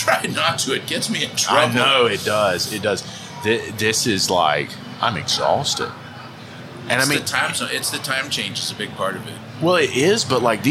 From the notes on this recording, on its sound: recorded live at AAPEX 2022